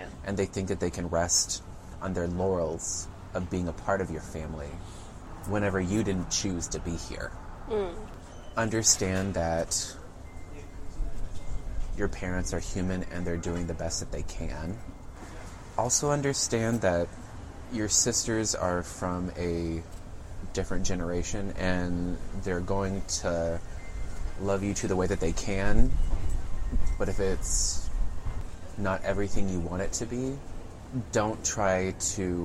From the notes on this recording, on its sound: Recorded at Campesino Coffeehouse, Houston.